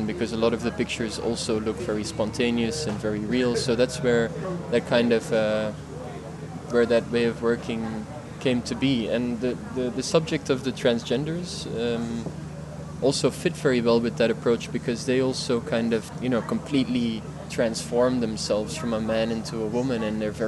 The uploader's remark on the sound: The episode was recorded at Polycopies book fair in November of 2018 during the Paris Photo weekend.